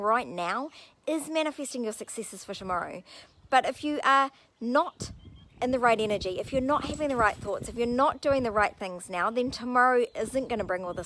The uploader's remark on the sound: This audio was recorded outside so I apologize for the sound quality